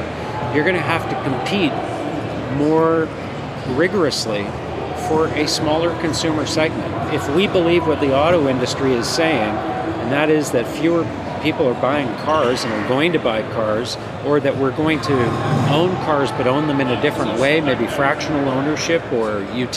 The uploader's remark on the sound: An audio interview recorded outside The Car Wash Show trade show floor.